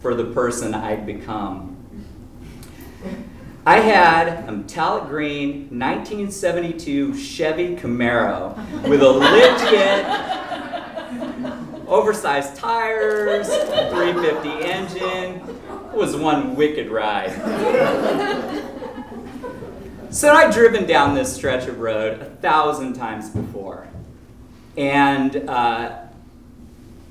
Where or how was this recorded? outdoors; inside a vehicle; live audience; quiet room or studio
live audience